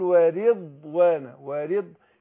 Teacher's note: والراء هنا مكسوره هتكون مرققه واقول ورضوانا ورض يبقى هرقق الراء واخد بالي ايه من استعلاء الضاد ورضوانا كده.